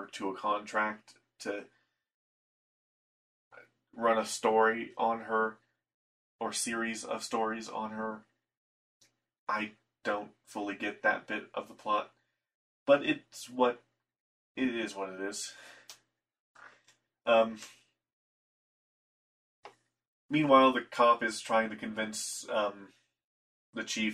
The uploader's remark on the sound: I am sorry for the audio quality of this episode. I fixed the issue that caused it.